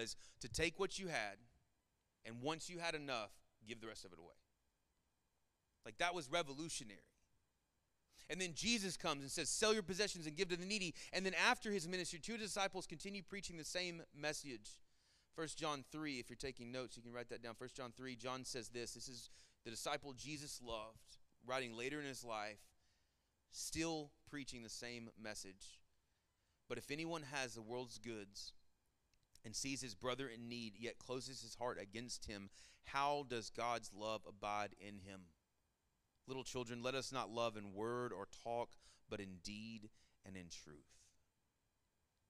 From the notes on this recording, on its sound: Sermon Audio from our Worship service